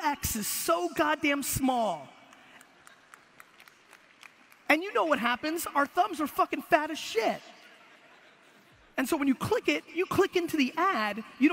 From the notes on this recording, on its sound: A Keynote: Web Summit 2016, Lisbon, Portugal. It's one of the biggest conferences in the world and you know me, I like a crowd.